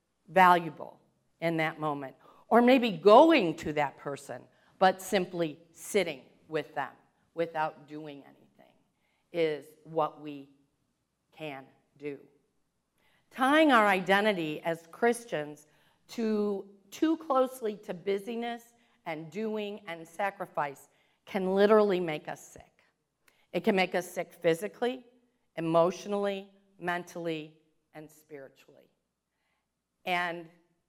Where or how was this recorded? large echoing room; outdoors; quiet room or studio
large echoing room